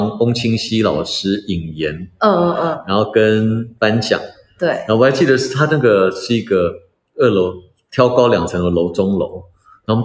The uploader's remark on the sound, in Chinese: 遠距錄音，延遲和音質問題陸續解決中，請多包涵